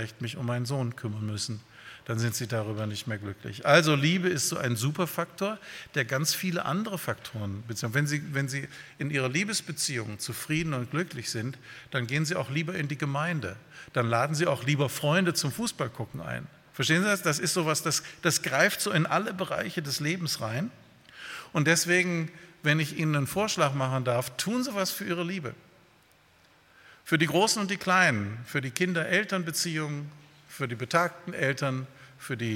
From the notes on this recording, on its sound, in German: Bei einer Veranstaltung der Liebenzeller Mission.